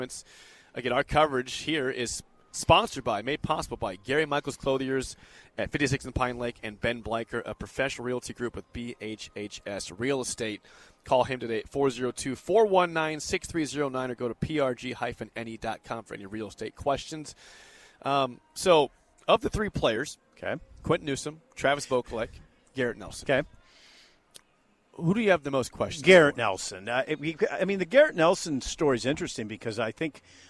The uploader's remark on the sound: Live from Big Ten Media Day in Indianapolis. B1G Media Days at Lucas Oil Stadium in Indianapolis.